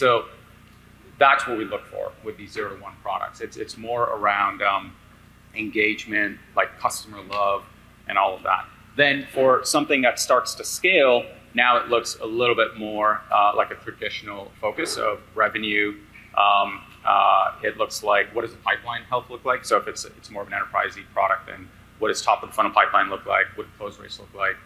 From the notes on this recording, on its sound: This conversation was recorded at the BUILD Summit in New York.